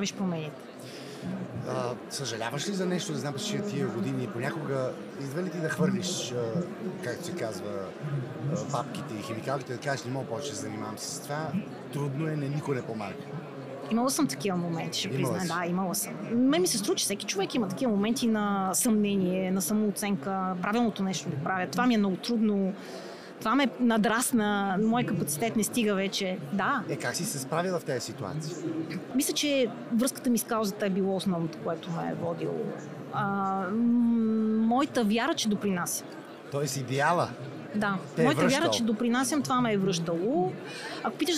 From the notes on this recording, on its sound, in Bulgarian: Това е номер 2 от специалните епизоди, които записахме в зала Арена Армеец по време на водещото кариерно събитие у нас, Career Show 2023.